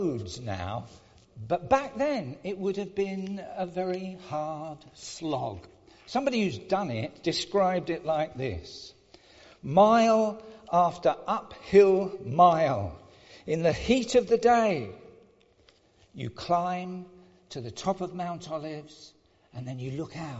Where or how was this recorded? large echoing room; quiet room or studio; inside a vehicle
large echoing room